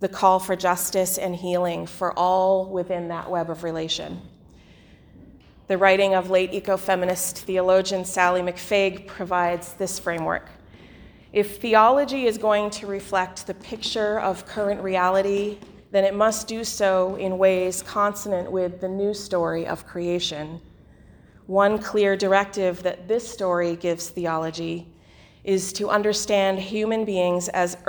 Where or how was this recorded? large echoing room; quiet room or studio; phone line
large echoing room